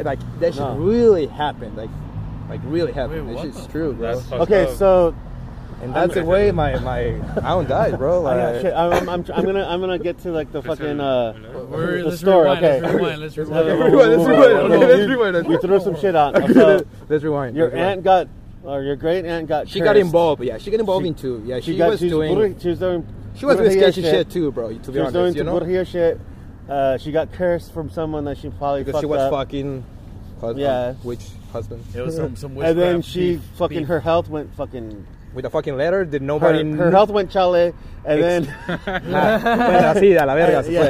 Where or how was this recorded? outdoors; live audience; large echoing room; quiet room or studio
outdoors